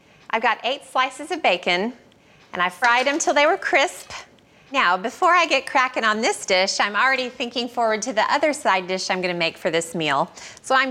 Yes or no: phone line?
no